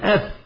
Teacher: والفاء تخرج من بطن الشفة مع أطراف الثنايا المشرفة